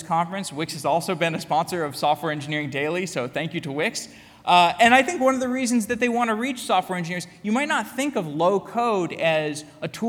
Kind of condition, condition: setting, live audience